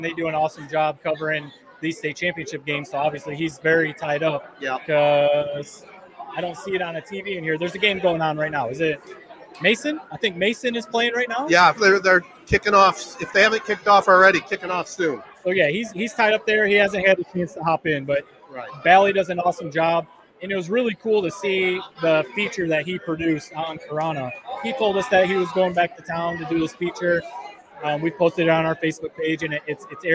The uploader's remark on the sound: LIVE At Buffalo Wild Wings For Corunna State Championship Tailgate. Before the game we got the community together at Buffalo Wild Wings for a tailgate, and we did a LIVE podcast.